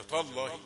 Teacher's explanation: خد بالك من الحرف اللي قبل لفظ الجلالة، ما تقولش تالله طاء، يعني المفخم لا يعني يطغى على المرخم · Term: تاء رقيقة